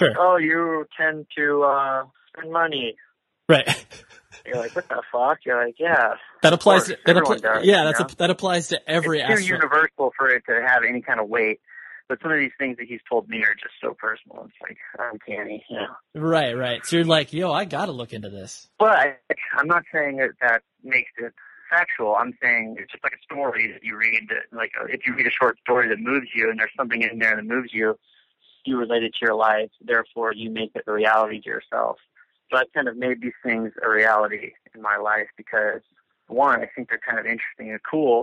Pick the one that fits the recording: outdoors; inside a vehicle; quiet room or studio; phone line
phone line